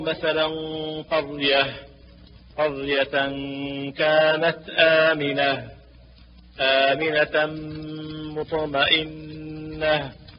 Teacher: وإذا كان التنوين على تاء التأنيث المربوطة يوقف عليها بالهاء الساكنة